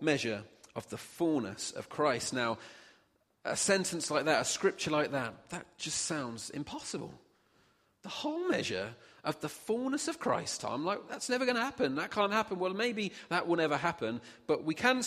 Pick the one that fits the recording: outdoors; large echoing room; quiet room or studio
large echoing room